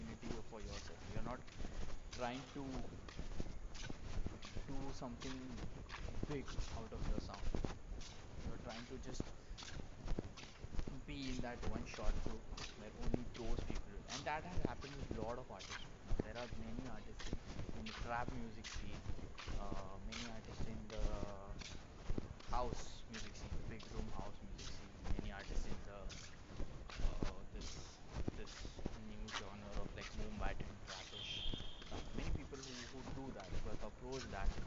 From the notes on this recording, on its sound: Sorry for the bad quality in this episode as i didnt place my mic properly and hence resulted in very bad audio quality.